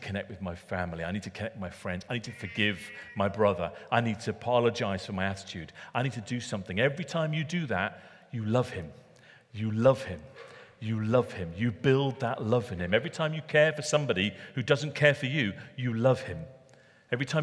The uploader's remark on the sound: Recorded at Middlesbrough Community Church.